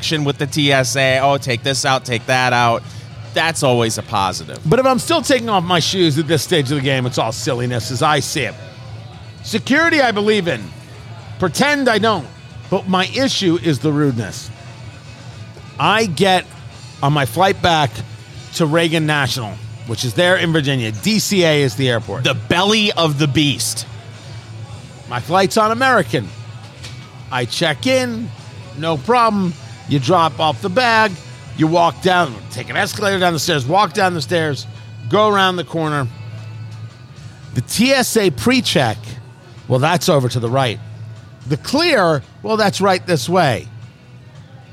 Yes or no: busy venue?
yes